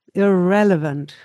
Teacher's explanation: You need the stress and the beat goes on the second syllable here